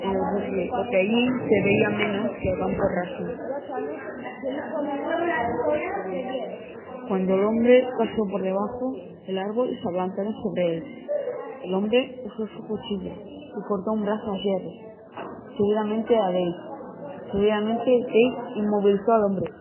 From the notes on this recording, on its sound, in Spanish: Este cuento ha sido escrito, oralizado y masterizado por los alumnos de primero de ESO del instituto Damià Campeny. Los cuentos han sido grabados con micrófonos ordinarios y editados con audacity. Así pues, es posible que en algunos casos la calidad no sea óptima.